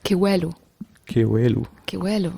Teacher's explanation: Es ist halt eine marokkanische Redewendung und das W wird wie ein U ausgesprochen und gar nicht wie ein W. Ne?